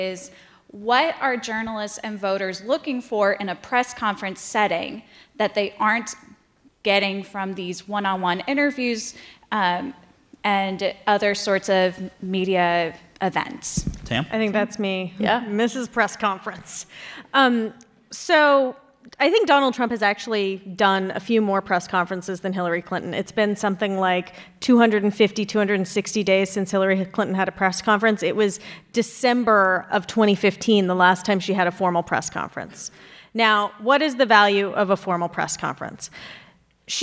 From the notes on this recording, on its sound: This episode was recorded in front of a live audience in Chicago. As part of a show the NPR Politics team produced in partnership with member station WBEZ.